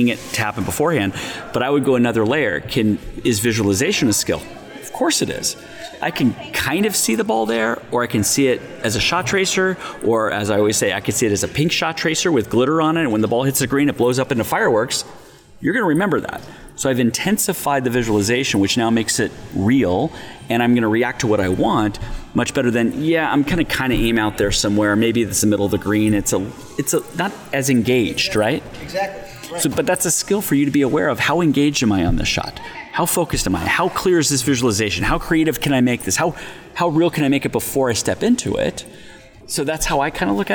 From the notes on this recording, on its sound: Live at the PGA Show.